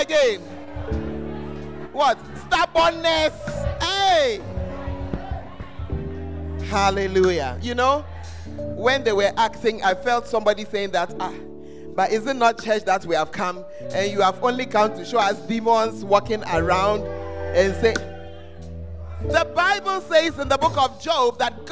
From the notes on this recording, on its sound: Preached at First Love Center Ayeduase